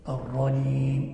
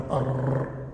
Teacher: المراد ليس إزالة التكرار وإنما إخفاء التكرار · Shown in: first take